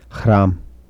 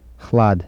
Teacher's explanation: Devoicing of alveolar trill and lateral approximant after a velar fricative.